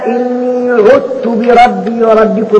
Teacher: تدغم الذال في التاء لمين؟ لحمد وكسائي وأبو عمرو